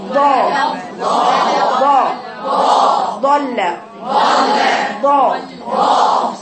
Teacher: فيها استطاله وفيها اطباق برضه وفيها استعلاء. يعني صوت الضاد كله عند سقف الحنك · احنا بنتكلم عن صفة الاستعلاء. اقصى لسانك في الضاد مستعلى